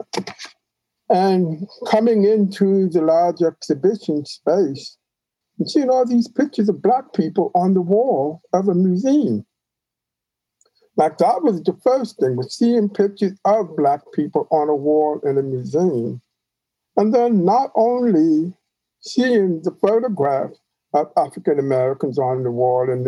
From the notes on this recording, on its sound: By Zoom.